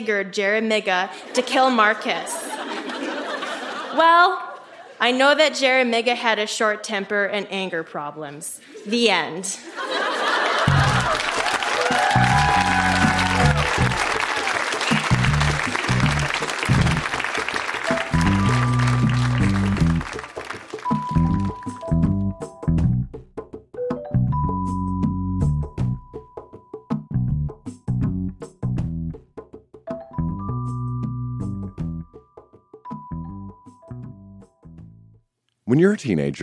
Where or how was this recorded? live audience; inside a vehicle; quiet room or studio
live audience